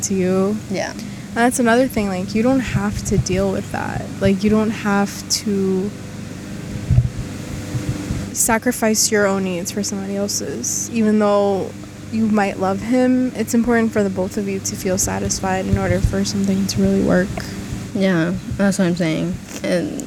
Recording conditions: wind noise